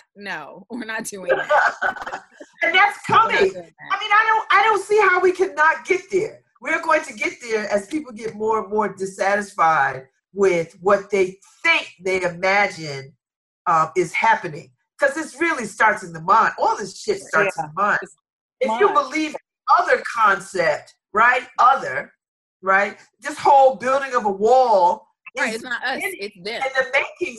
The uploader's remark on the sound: Like almost everybody else, we're connecting over the internets. Check the audio from our April 3, 2020 Zoom connection.